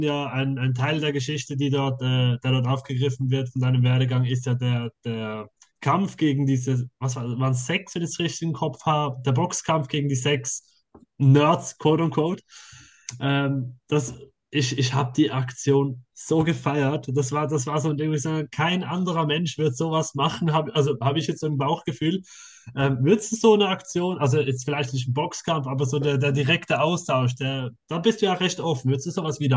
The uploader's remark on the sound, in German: uns auch die Audio ist, da es ein Zoom Interview war, nicht perfekt